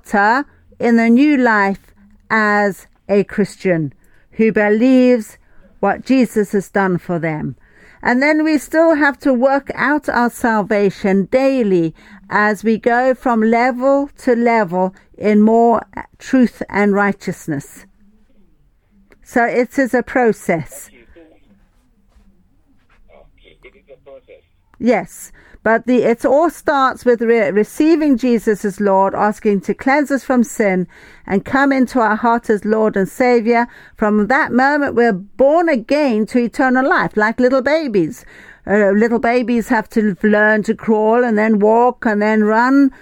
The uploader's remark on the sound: Speaking via phone to radio station in Liberia.